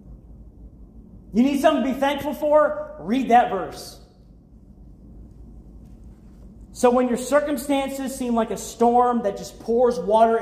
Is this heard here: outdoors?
no